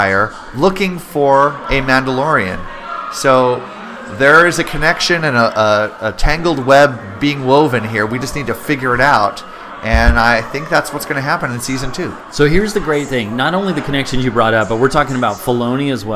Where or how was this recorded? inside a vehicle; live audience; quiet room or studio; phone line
live audience